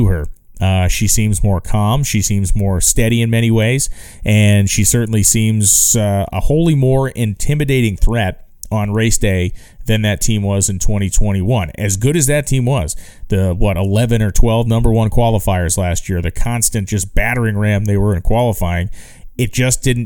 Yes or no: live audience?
no